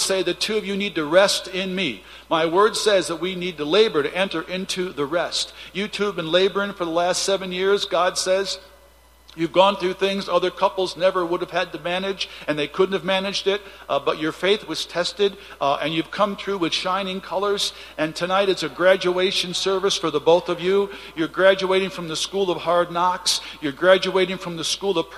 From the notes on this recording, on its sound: Recording from Saturday evening's prophetic services.